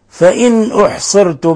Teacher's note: نون ساكنة جاء بعد حرف الهمزة الحكم التجويد إظهار حلقي